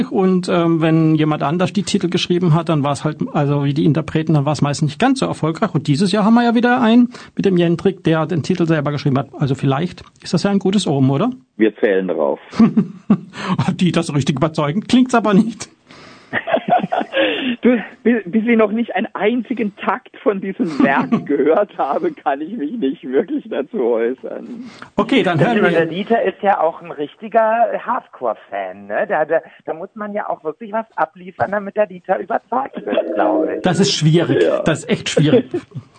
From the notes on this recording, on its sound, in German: Aufgepeppt wurde die Lästerrunde durch live zugeschaltete Gäste.